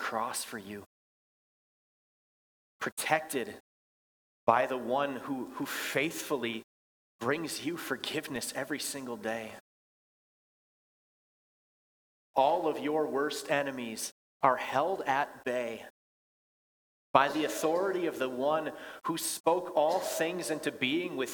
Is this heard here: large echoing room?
yes